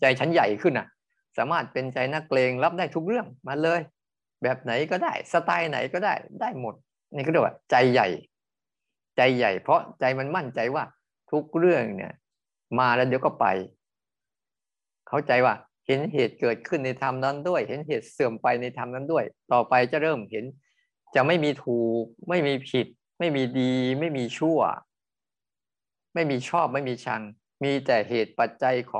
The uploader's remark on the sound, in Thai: เป็น 1 ใน 3 คอร์สออนไลน์ (ผ่านโปรแกรม Zoom).